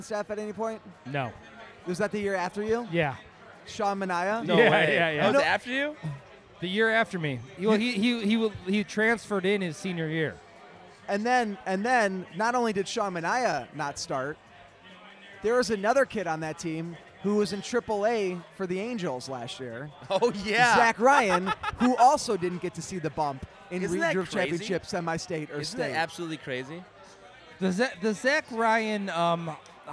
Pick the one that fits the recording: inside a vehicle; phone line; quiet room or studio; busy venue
busy venue